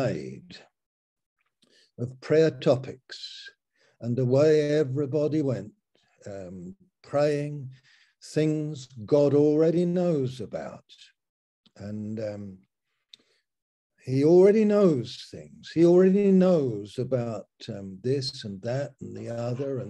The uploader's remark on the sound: Malaysia Meets (Zoom)